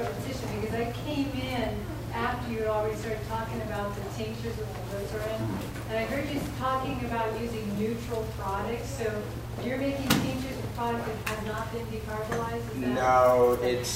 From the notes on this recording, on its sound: audio from the Helena Montana Medical Growers Assocation Cannabis Symposium